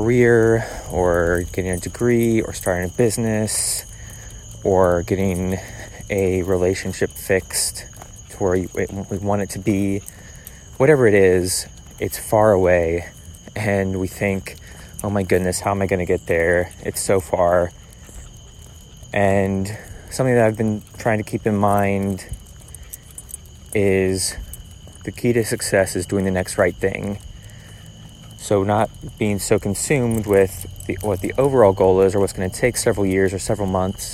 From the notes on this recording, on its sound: Enjoy the ambient noice on this one, I recorded it while walking our dog. Recording them this way (without a lot of production/editing).